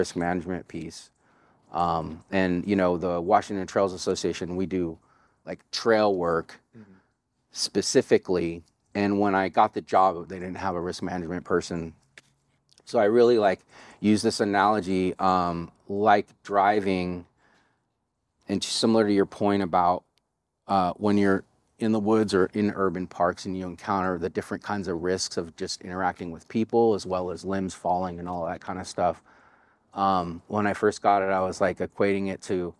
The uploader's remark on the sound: joins the podcast from Washington Park in Portland, Oregon